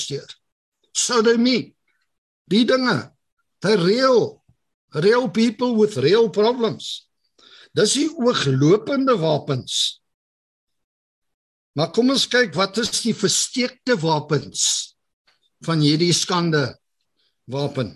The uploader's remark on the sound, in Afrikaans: Zoom Byeenkoms 23 Junie 2022